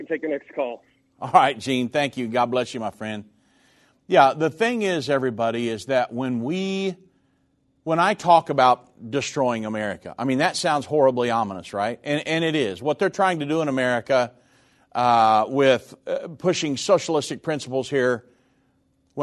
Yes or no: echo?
no